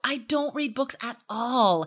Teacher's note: And notice the intonation, right? We really emphasize the all, at all.